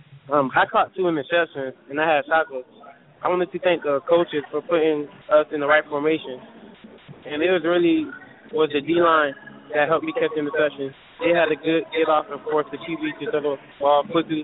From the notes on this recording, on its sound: We will be boardcasting live from Buffalo Wild Wings in Boynton Beach, Fl.